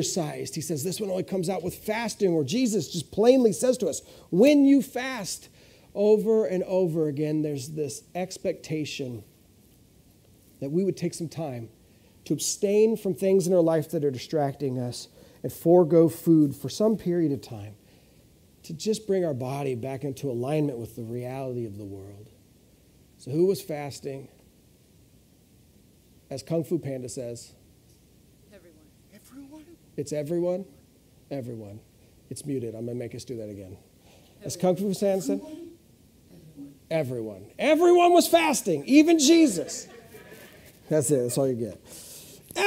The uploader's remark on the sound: This is audio ripped from the Live Service video.